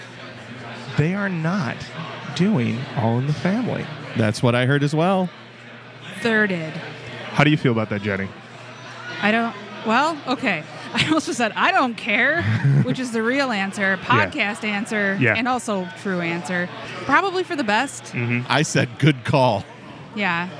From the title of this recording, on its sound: Live at Rock N Pod Expo 2